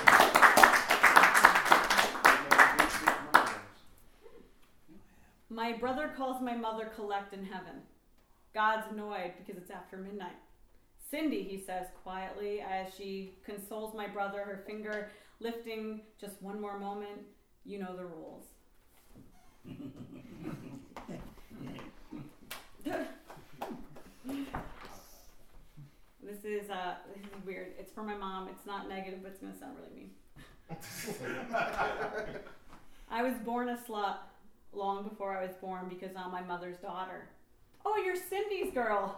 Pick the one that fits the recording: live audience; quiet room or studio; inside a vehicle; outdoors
live audience